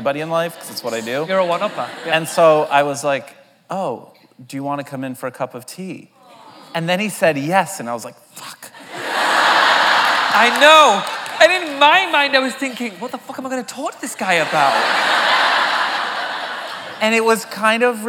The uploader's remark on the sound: The conversation was recorded on June 4, 2019 in front of a live audience at New York's 92nd Street Y.